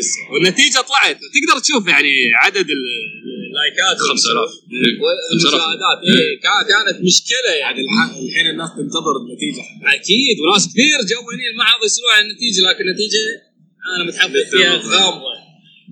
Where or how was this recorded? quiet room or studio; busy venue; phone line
busy venue